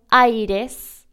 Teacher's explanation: Se pronuncia bien, suena fuerte. Cuando está al final de la palabra, por ejemplo, aires, también suena y no se aspira